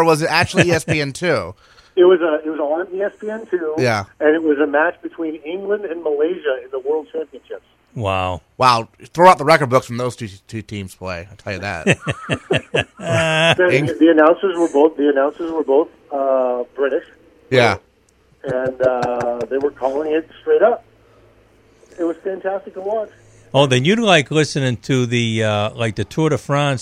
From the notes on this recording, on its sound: calls in to the B-List Daily